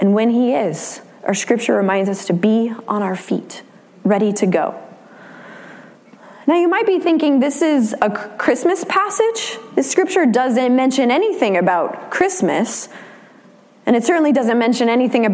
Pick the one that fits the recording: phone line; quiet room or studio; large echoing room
large echoing room